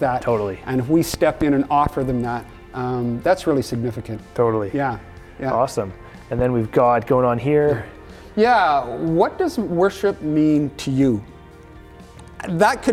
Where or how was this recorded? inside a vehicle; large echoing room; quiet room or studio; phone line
large echoing room